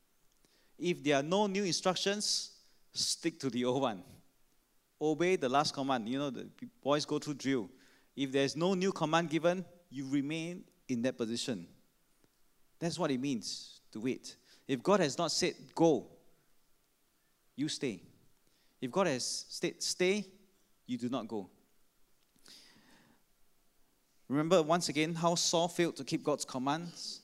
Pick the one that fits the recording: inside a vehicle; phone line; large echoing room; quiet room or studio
large echoing room